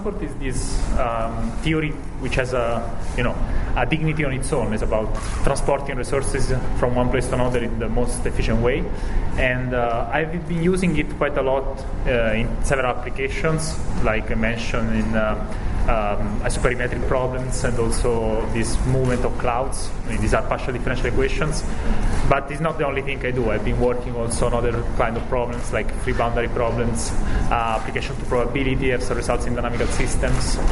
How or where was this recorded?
busy venue